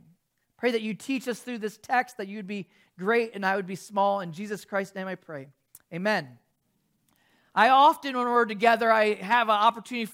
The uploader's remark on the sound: 8:30AM service video soundtrack